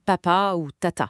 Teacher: on bloque complètement le passage de l'air pendant un très court instant. La pression monte derrière et quand on relâche, ça crée une petite explosion. · Term: mode occlusif